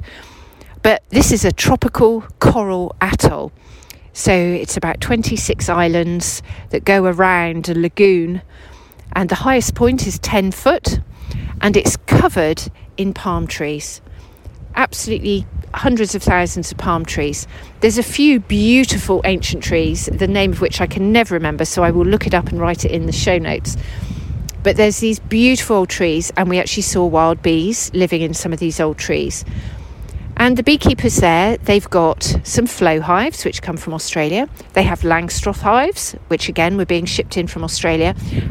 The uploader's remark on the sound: This episode was recorded during a walk around Westonbirt Arboretum in Gloscestershire.